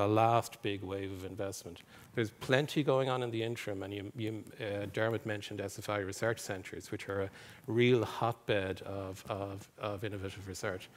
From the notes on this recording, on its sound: Episode recorded in the RDS with a live audience.